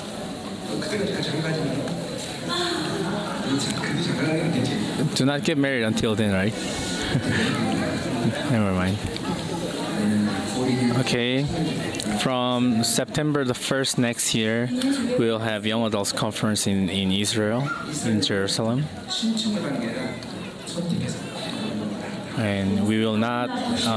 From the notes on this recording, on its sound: Chuseok Conference. Conference sermon.